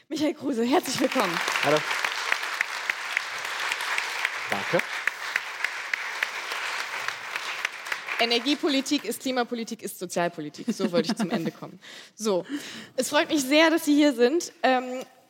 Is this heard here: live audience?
yes